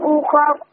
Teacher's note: شهر رمضان الذي أنزل فيه القرآن هدى للناس وبينات من الهدى والفرقان فمن شهد منكم الشهر فليصم ومن كان مريضا أو على سفر فعدة من أيام أخر الراء مرققة؟ لا أخر مفخمة لأنها مسبوقة بفتح